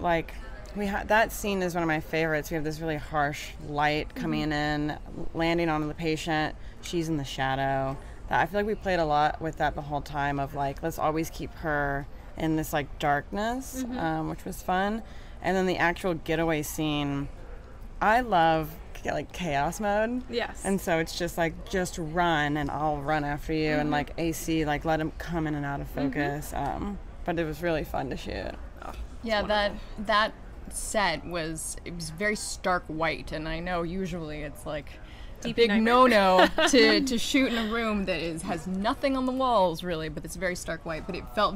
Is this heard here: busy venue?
yes